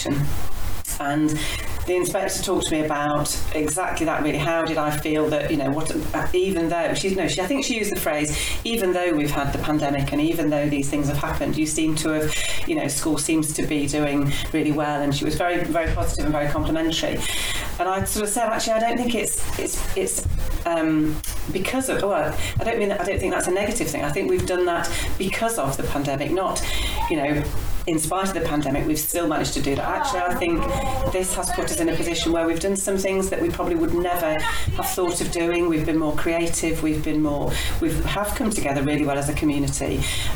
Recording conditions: poor sound quality